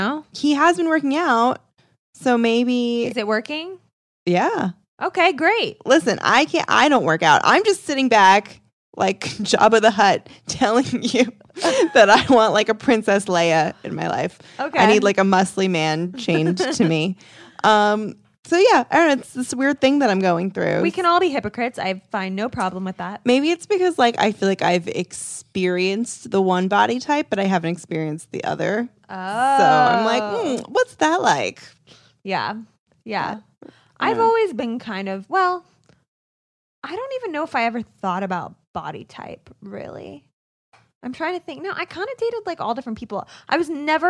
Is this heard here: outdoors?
no